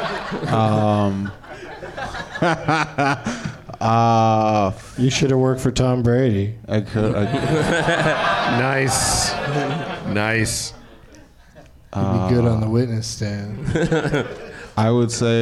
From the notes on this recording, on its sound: Live from Nerdmelt in Los Angeles